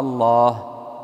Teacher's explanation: ثم حذفت الهمزة المبدلة تخفيفا لكثرة الاستعمال، فالتقى اللامان فأدغما وشددا وفخما · Term: التفخيم